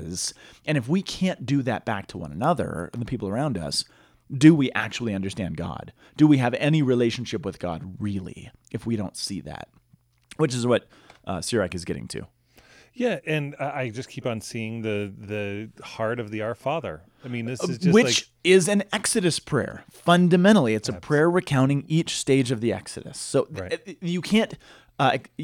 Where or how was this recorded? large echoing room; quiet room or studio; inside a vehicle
quiet room or studio